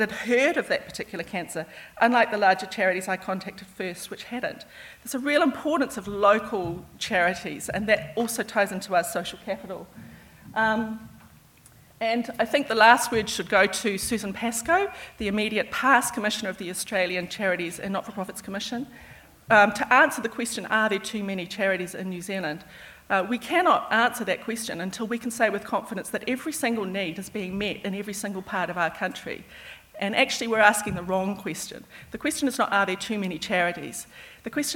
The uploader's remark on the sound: It is from the recent conference at Te Papa where I was able to help moderate a session.